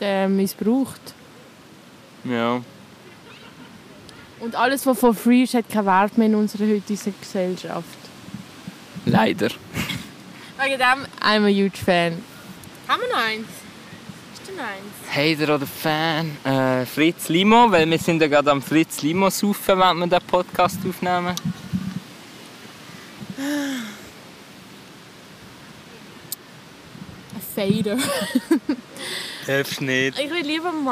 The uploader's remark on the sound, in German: Haben live im Schanzenpark gelabert. Es ist sehr windig und sobald man sich an das Rauschen im Hintergrund gewöhnt hat, ist die Folge auch schon wieder vorbei.